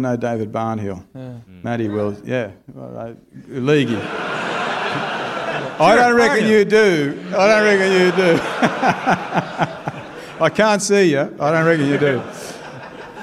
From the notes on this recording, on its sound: We're finally back doing live shows at the Liberty Hall Theatre in Dublin.